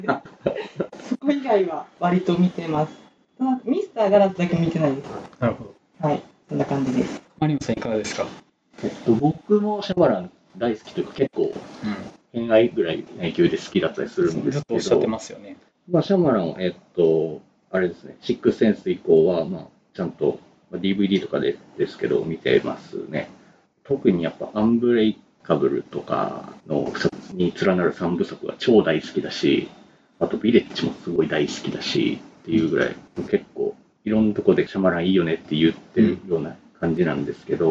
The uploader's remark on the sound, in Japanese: 録音環境の問題で低音質です。